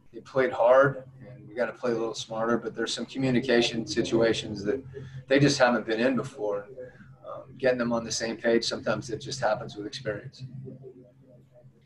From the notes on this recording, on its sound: Addressed the media via Zoom conference. In Orlando.